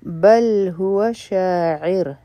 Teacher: لیکن که مونږ ودرېږو نو په دې به سکون لګي او دا را به نری ویلې کېږي